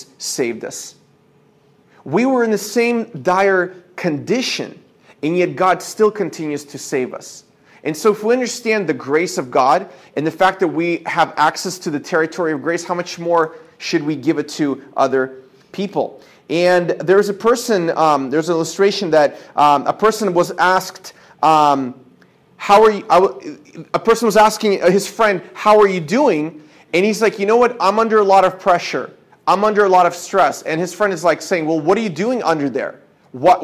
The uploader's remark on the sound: This is a sermon I preached at my church